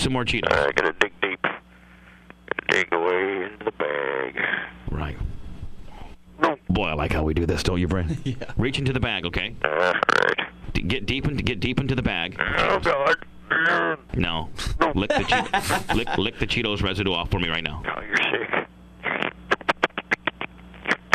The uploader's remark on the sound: Prank Phone Calls